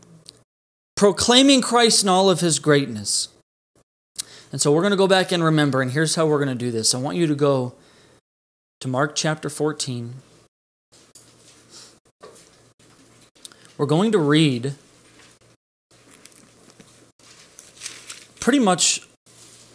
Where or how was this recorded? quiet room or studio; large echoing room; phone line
large echoing room